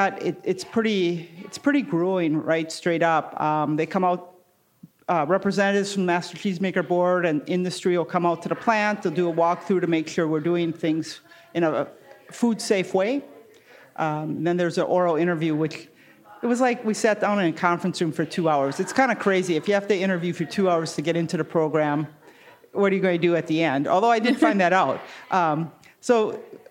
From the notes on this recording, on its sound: Recorded live in the Podcast Lounge at the Art of Cheese Festival in Madison, Wisconsin.